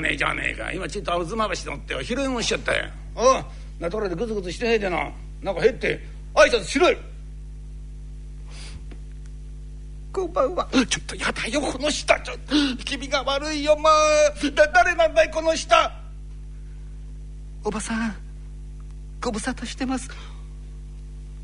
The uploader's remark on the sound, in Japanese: 今回は築地本願寺・ブディストホールにて収録した古典落語『唐茄子屋政談』をお聞きいただきます。